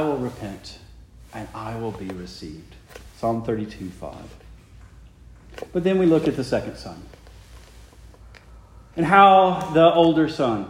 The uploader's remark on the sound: Preached the morning of November 5, 2023, for the Heidelberg Presbyterian Church in Heidelberg, Mississippi.